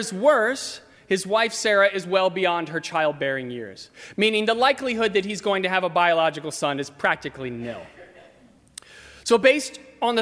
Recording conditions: large echoing room